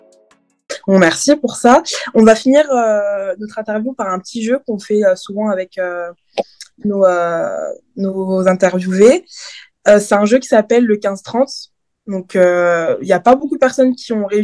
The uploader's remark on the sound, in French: Ce dixième épisode a été tourné via Zoom, l'invité étant en vacances à ce moment.